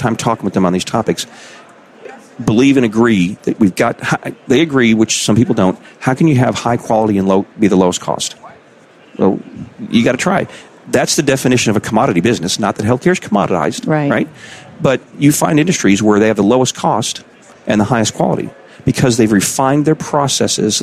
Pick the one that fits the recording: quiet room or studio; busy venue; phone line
busy venue